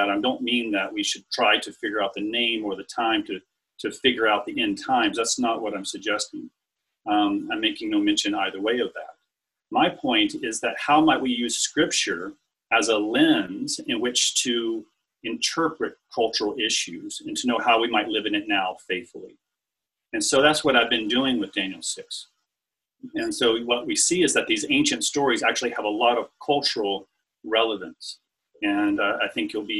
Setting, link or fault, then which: link, video call